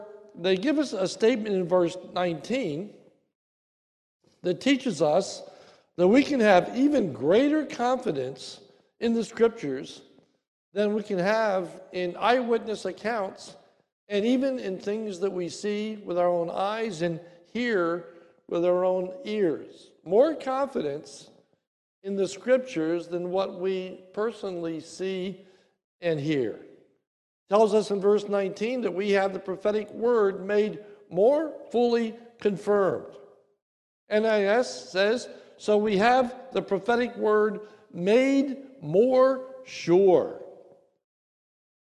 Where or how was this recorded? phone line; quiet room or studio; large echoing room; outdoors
large echoing room